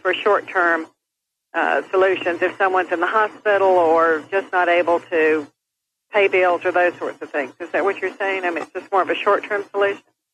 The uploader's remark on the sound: Financial planning call-in show.